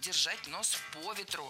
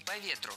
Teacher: Держать нос по ветру – это фразеологизм, в котором перенос ударения на предлог действительно требуется. · Shown in: first take · Именно держать нос по ветру, а не по ветру.